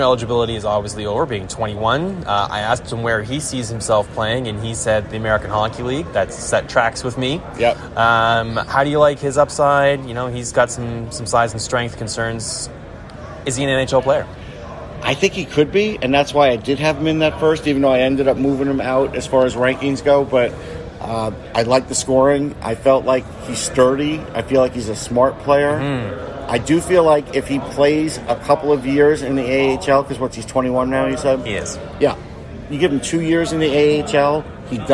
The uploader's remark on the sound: live from the NHL Draft in Montreal